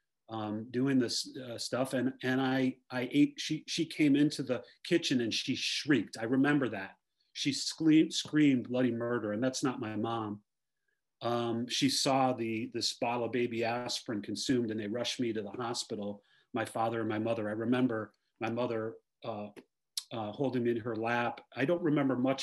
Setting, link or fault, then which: link, video call